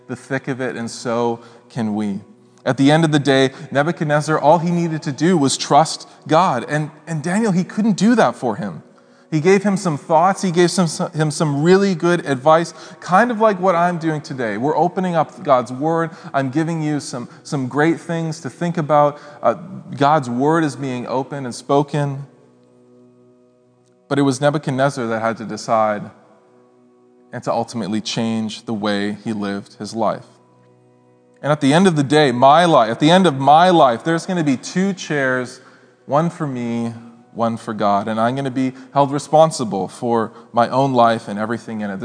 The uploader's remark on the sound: speaks at SouthRidge Fellowship, a Langley church